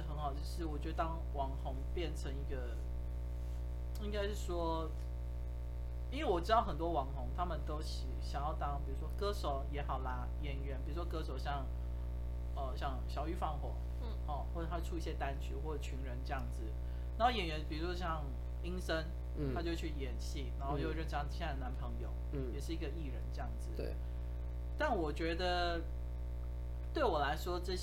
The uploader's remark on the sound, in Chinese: 中元期間錄製時一直有好兄弟們加入，若有雜音請勿在意。